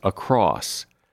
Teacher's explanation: People say across as if there is an ED on the end, but there is no ED.